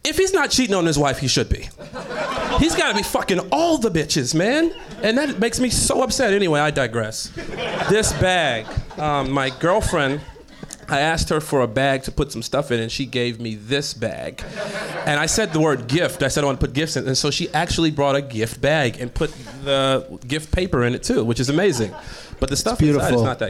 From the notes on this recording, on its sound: Live from Nerdmelt in Los Angeles